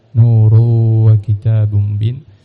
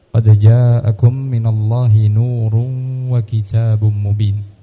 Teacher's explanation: namun yang benar adalah diberi gunnah, yaitu sifat daripada at-tanwin pada kalimat nurun · Shown in: second take · Di situ terdapat tanwin yang diidghamkan kepada waw, maka ditetapkan sifat tanwin tersebut yaitu gunnah dengan miqdar dua harakat. · Term: idgham bi ghunnah